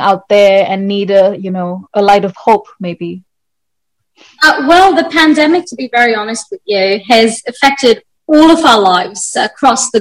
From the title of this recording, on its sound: Virtually Recorded